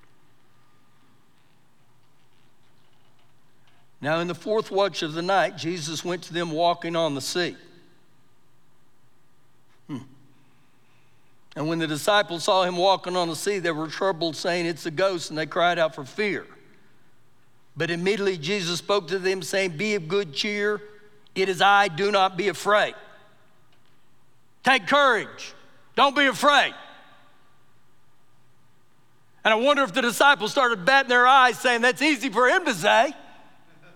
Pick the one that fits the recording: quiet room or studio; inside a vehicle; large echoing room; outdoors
large echoing room